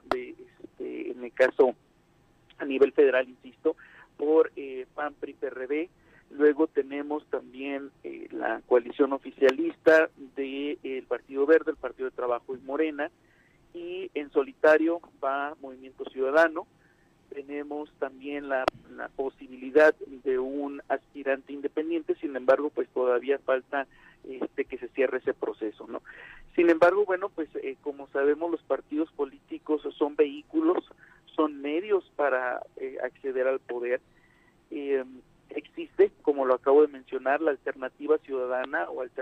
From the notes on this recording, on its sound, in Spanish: vía telefónica